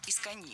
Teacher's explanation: Это наречие имеет ударение на последнем слоге